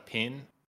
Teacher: The Kiwi accent is different in the vowel pronunciation than Australian, right? So you have a pin instead of a pen.